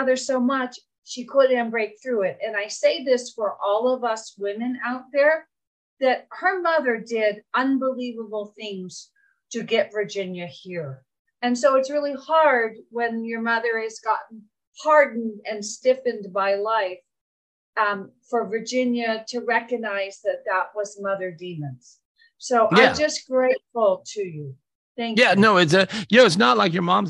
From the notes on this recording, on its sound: This was recorded LIVE on Zoom